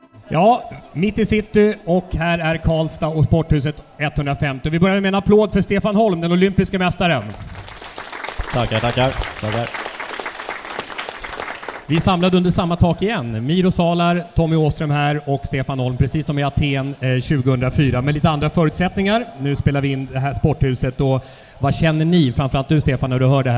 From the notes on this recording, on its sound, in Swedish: Inspelning inför publik i samband med friidrottsgalan i Karlstad.